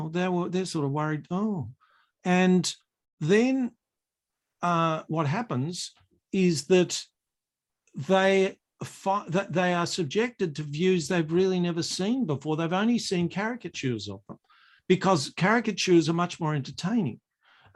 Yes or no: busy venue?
no